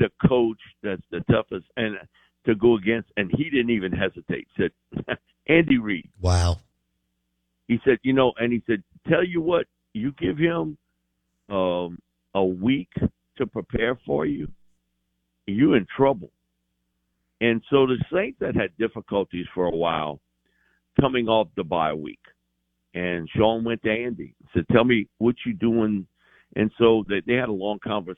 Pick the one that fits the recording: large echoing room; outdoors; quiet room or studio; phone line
phone line